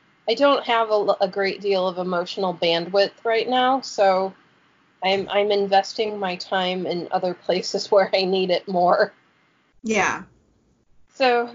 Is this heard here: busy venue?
no